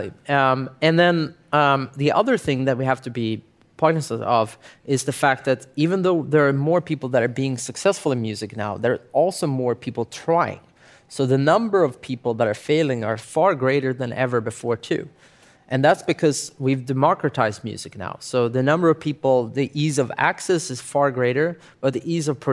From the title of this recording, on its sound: Live podcast